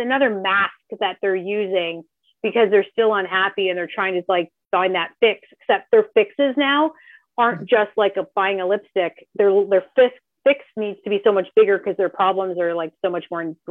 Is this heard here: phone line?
yes